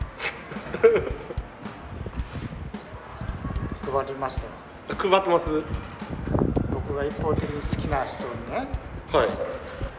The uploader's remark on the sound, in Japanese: 外録音の為、風の音と雑音多め。